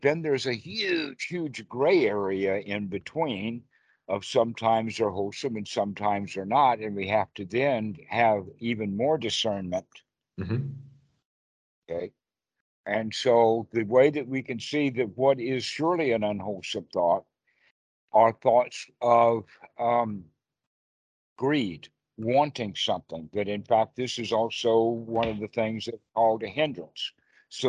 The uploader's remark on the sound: Skype calls on this channel.